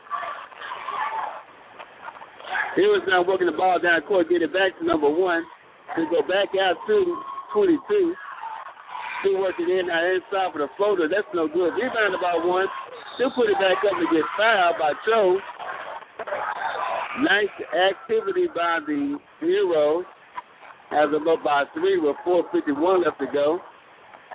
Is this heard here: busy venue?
yes